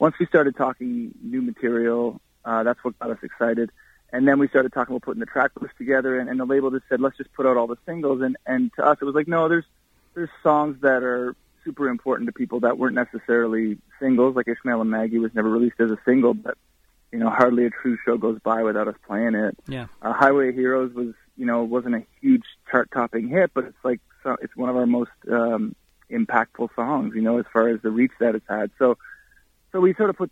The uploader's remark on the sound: called